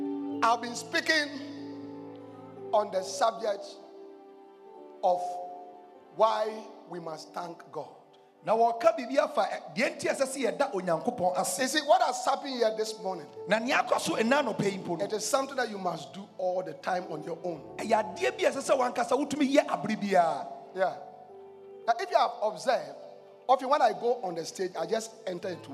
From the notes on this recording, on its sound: Preached at The Life Cathedral